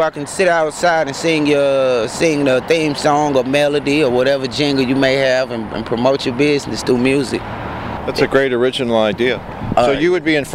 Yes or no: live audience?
no